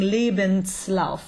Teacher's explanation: And this S is always unvoiced, right? It's always stimmlos.